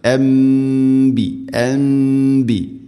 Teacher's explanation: സാക്കിന നൂന് ശേഷം ബ വന്നാൽ നൂനിനെ മീമാക്കി മാറ്റണം, അതാണ് ഇഖ്ലാബ്. മണിച്ചുകൊണ്ട് ഉച്ചരിക്കണം അൻബി അൻബി.